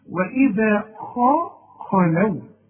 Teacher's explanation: طلع شفايفك لقدام حينما تنطق الخاء خاء، ورجع شفايفك لورا على هيئة ابتسامة علشان تطلع اللام مرققة · Term: الخاء المفخمة وبعدها لام مرققة